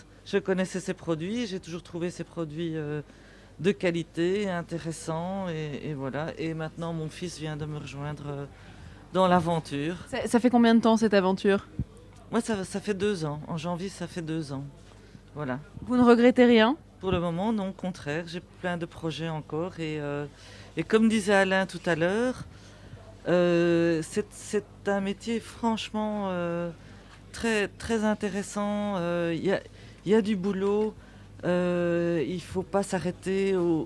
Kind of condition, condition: setting, busy venue